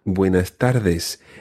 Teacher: you may hear the S being swallowed a little, particularly in, for example, buenas tardes. It's a very light S.